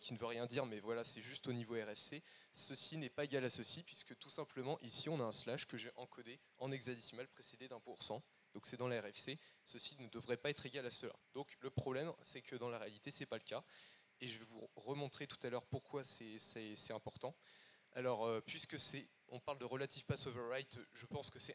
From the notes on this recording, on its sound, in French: Conférence réalisée durant la Rump Session de la HitchHack du samedi 19 mai 2018